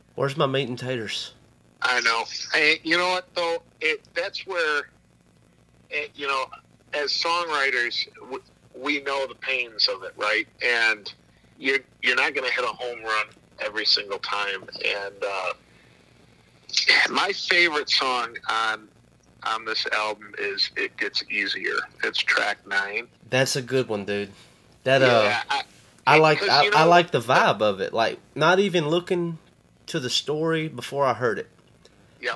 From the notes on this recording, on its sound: burns the phone lines up to Buffalo, NY